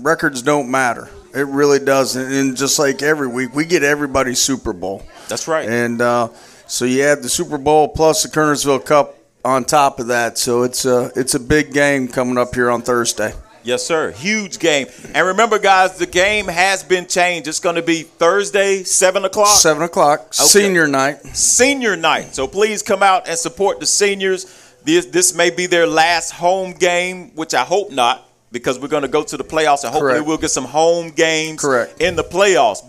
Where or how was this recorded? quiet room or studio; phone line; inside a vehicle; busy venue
busy venue